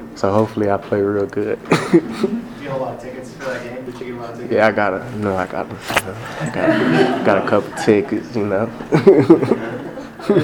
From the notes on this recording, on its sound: USU Football Post-Game Press Conference vs Colorado St.